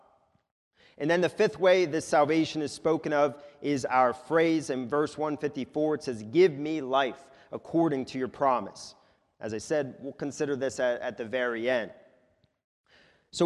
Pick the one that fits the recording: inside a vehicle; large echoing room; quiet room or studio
large echoing room